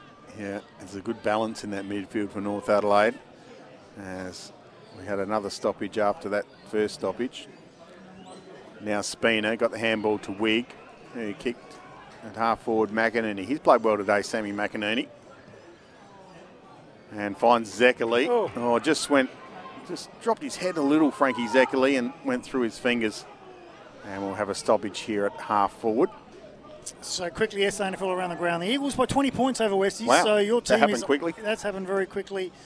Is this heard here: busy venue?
yes